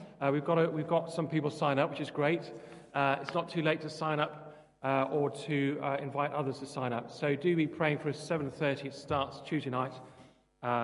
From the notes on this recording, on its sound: Christ Church, Bayston Hill (UK)